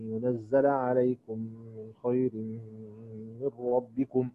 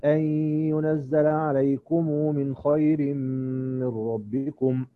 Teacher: هنقرأ الآن بسكون ميم الجمع لإمام قالون · Shown in: first take